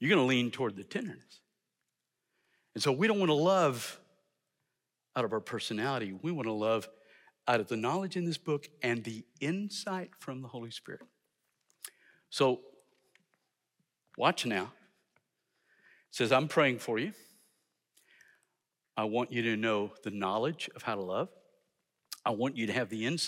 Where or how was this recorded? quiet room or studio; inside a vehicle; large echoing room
large echoing room